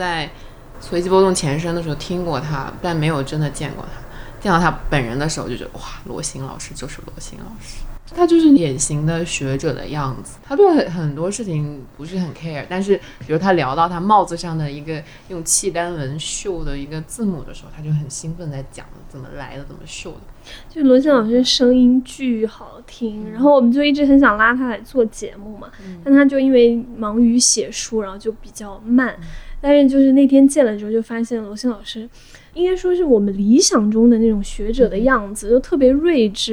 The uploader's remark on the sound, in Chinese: 因为录制当时有施工声，后期剪辑做了处理后导致人声没那么清亮。